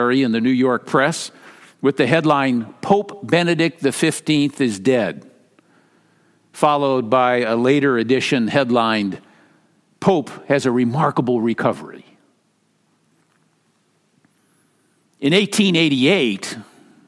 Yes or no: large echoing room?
yes